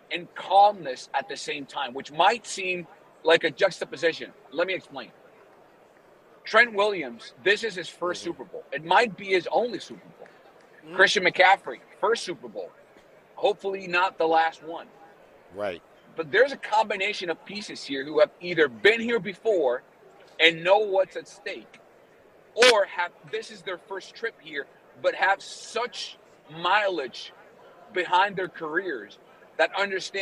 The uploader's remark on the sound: LIVE FROM RADIO ROW IN LAS VEGAS!